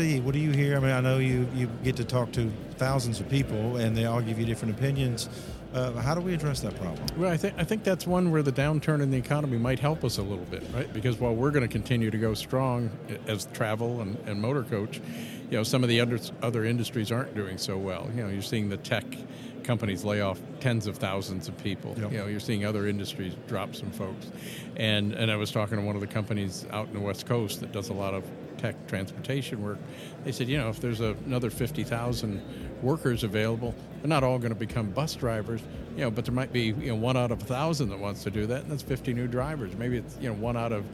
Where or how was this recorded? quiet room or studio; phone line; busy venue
busy venue